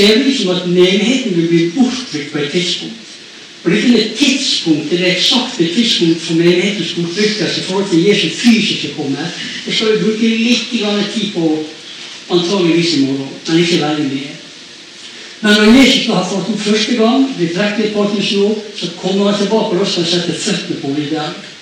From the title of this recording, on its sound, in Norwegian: Beklager dårlig lyd